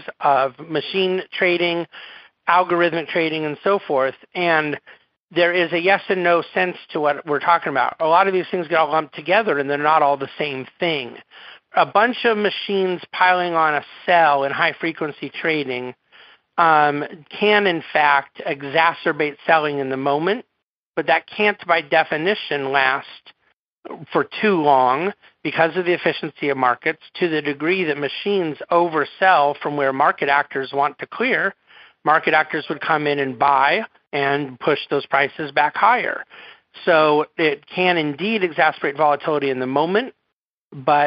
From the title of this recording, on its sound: National Conference Call Replay